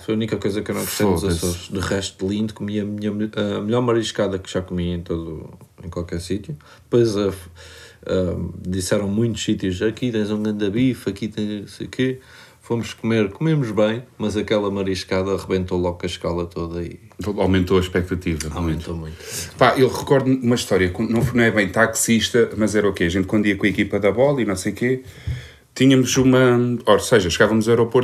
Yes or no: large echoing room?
no